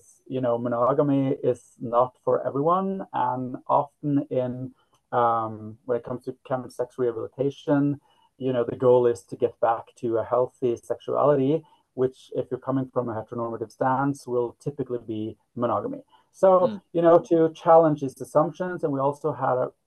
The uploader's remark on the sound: on Zoom